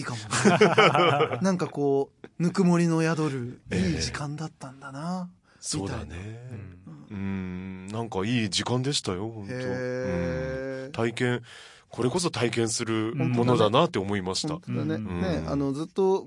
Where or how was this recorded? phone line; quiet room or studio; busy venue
quiet room or studio